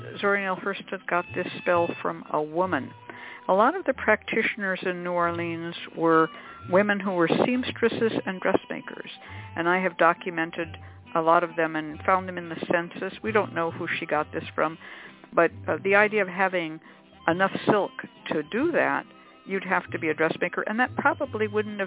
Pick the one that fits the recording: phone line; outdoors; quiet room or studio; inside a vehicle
phone line